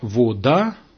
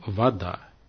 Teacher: переход безударного «о» в «а» после твердых согласных · Shown in: second take · Term: аканье в узком смысле